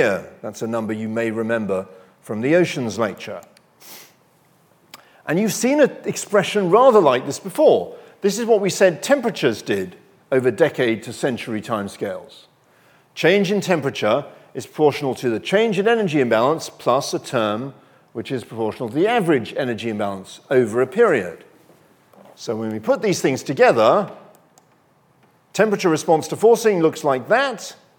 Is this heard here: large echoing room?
yes